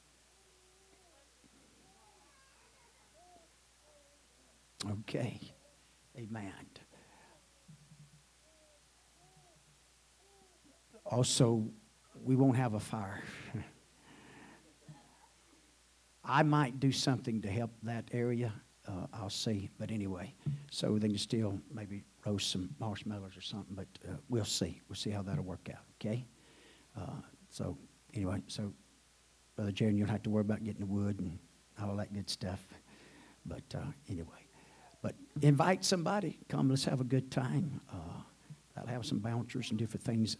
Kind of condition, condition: setting, large echoing room